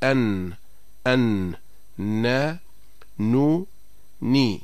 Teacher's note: مخرج النون من طرف اللسان مع ما يحاذيه من اللثة العليا، مع اشتراك الخيشوم، أي تصاحبهما غنة من الخيشوم.